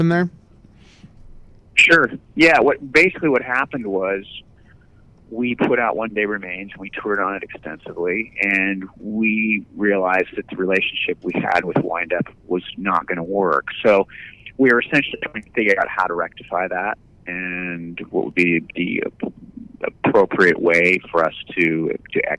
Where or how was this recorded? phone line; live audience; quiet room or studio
phone line